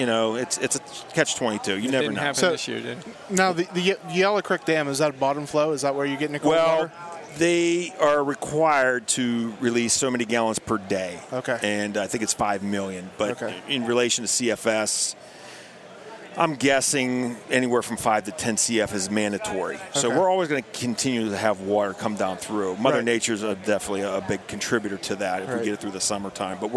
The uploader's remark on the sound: Live from the Great American Outdoor Show 2017 in Harrisburg, Pa.